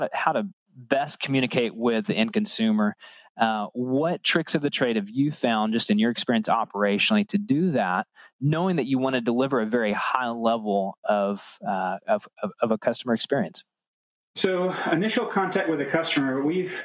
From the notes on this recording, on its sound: during a virtual FreightWaves Last Mile Logistics Summit fireside chat